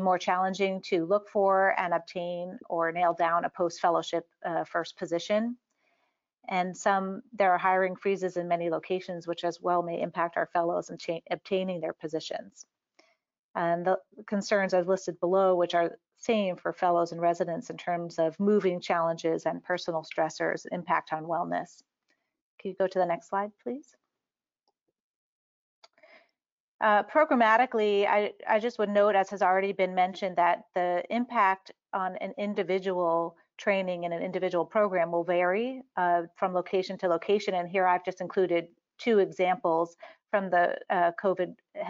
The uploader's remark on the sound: This episode is the audio from the recent AHPBA COVID-19 HPB Surgery Webinar